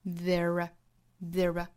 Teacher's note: 中间其实包含了一个小小的 r r 的音